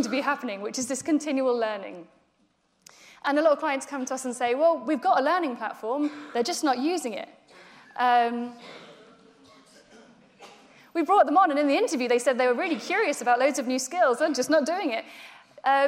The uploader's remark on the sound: In this speech from Changeboard's Future Talent Conference in 2018.